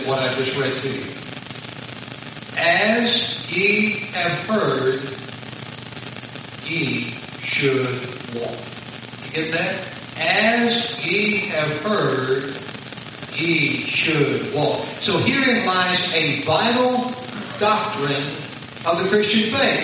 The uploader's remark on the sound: Sorry for poor audio. Apologies for the poor audio.